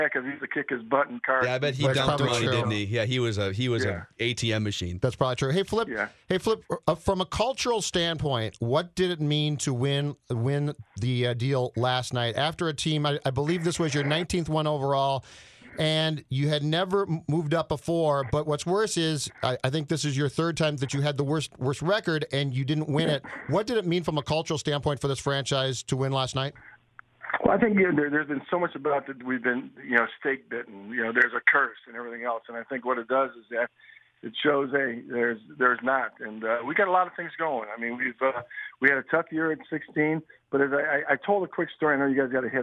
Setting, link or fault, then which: link, phone line